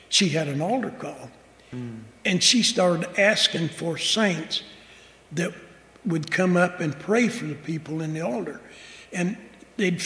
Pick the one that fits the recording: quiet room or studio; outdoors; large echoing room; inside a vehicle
large echoing room